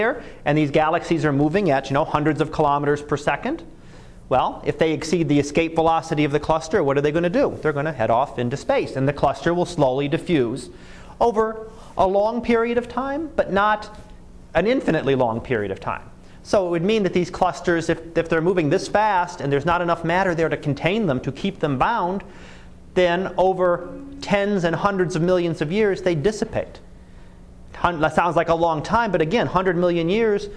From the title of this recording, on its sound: Live Class Lecture